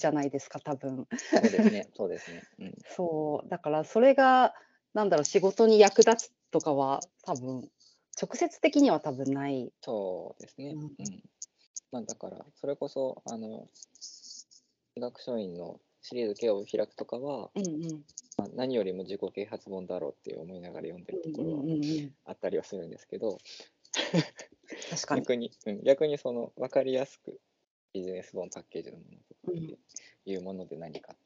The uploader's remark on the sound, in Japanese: Skype収録